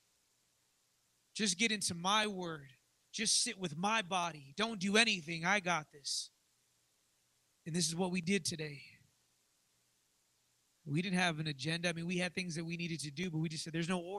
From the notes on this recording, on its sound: live from the Redemption